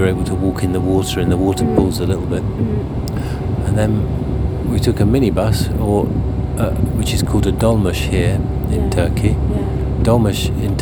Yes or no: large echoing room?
no